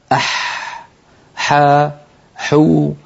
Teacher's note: انظروا إلى حرف الحاء كيف أن لسان المزمار يرجع ولكن قليلا، لا يرجع بالمقدار الذي كان يرجعه عند حرف العين، لذلك نطق الحاء أسهل من نطق العين.